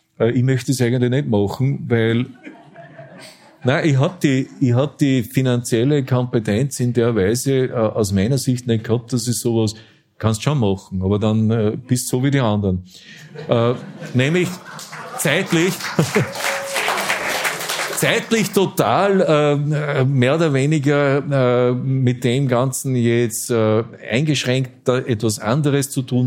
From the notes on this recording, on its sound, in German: Die Dunkelkammer auf der Bühne. In der Kulisse Wien. Zweite Auflage des Live-Podcasts.